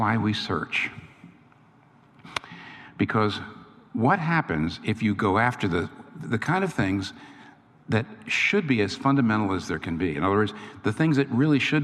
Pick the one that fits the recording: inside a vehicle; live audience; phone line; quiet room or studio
live audience